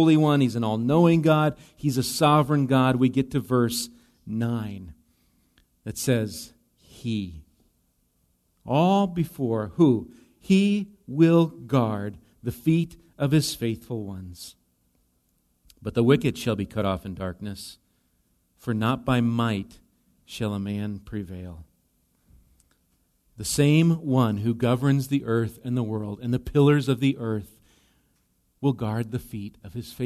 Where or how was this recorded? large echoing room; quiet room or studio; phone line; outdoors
large echoing room